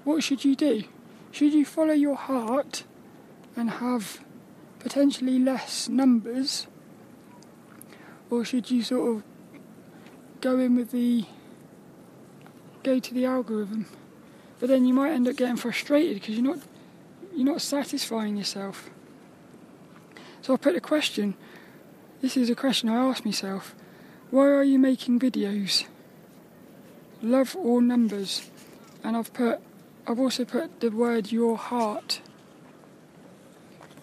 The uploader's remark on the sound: a Walk and Talk around Devils Point in Plymouth